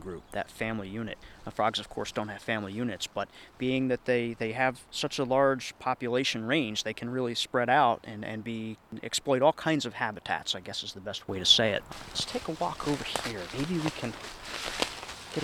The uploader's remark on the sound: Spring Pond Walk